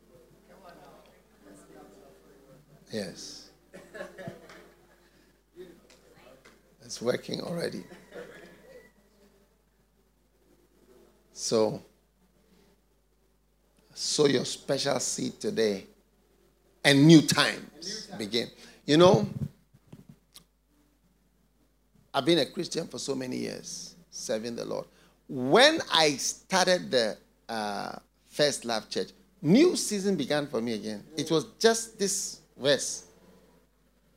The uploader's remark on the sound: Preached at the FLOW Service, Accra.